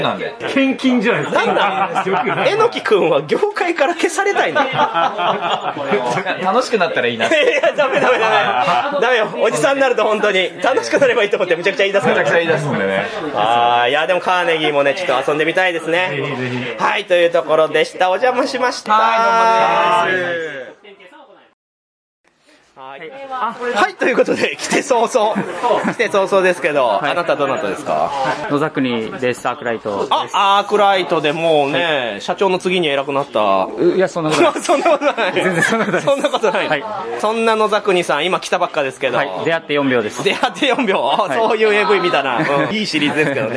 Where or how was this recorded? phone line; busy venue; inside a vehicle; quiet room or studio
busy venue